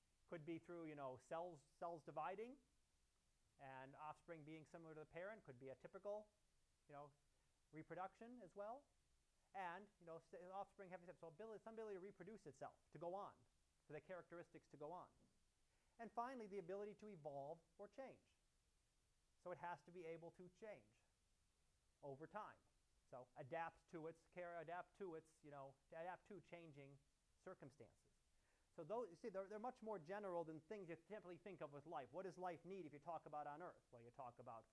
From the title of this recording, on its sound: Live Class Lecture